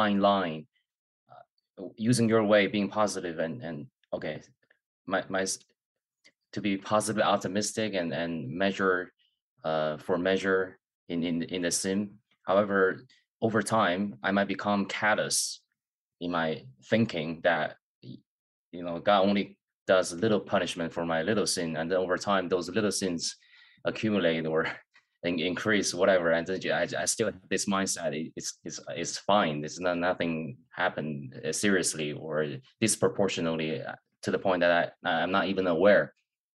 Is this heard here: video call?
yes